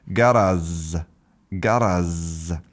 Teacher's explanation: maybe if you're a Greek or a Cypriot, you might substitute it for a z.